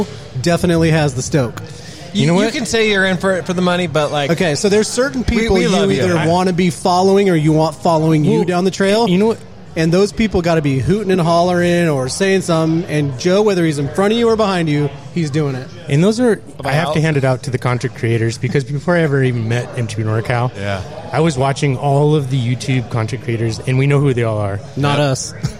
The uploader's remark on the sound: LIVE from Crooked Lane Brewing with MTB Norcal.